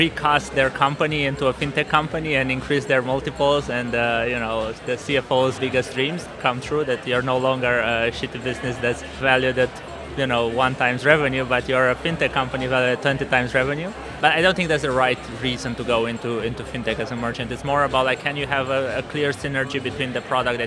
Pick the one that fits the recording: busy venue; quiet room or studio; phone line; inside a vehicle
busy venue